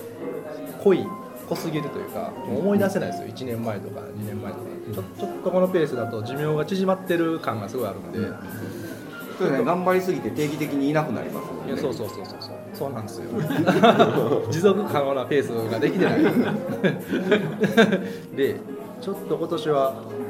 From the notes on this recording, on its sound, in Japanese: 今回の収録は スターバックス新大阪ニッセイビル店 をお借りしました。今回の収録は スターバックス新大阪ニッセイビル店 をお借りしました。ちょっと店内の音楽が大きめだったので聴きづらいかも知れませんがご了承ください。